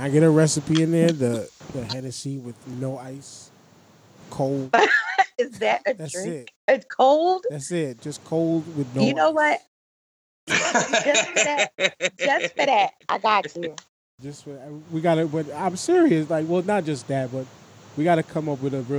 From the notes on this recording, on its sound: WE ONCE AGAIN HAD SOME UNFORTUNATE TECHNICAL DIFFICULTIES(WE DISCOVERED THE PROBLEM)!